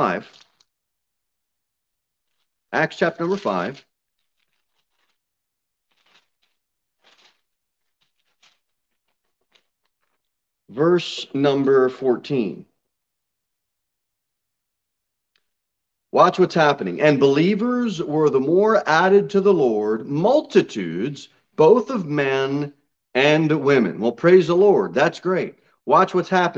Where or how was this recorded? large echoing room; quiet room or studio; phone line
large echoing room